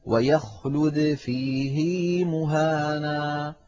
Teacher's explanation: إذن هذا الموضع بالذات، فإن حفصا روى عن شيخه عاصم صلة هذه الهاء بياء لفظية، مع أن ما قبل الهاء ساكن وهو حرف الياء. كان القاعدة أن يقول: ويخلد فيه مهانا، بدون صلة.